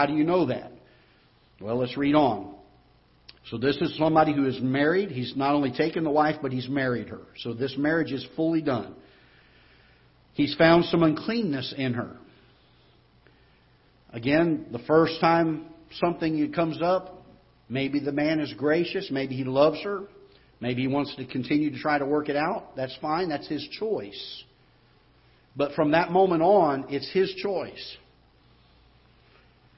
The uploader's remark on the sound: Ketha Heights Baptist Church ~ Live Broadcast